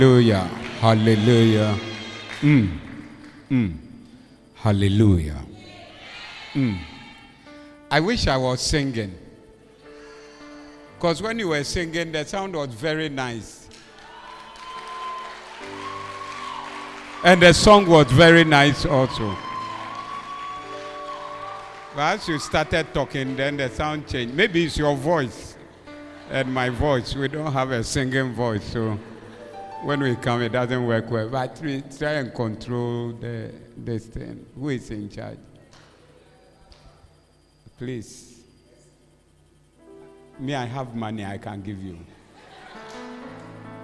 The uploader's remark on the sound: Preached at The Proton Convention Day 1 at Berekuso LCI 29032023